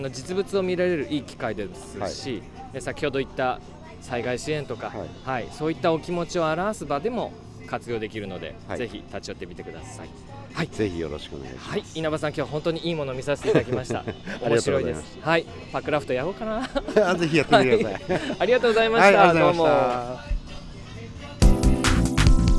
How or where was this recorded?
outdoors